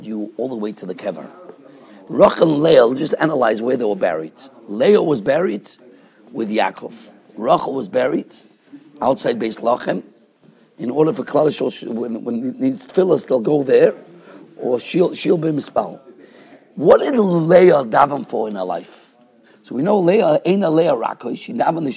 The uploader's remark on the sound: Shiur recorded in Yeshivas Ohr Reuven, Monsey, NY. Shiur given to Bais Medrash.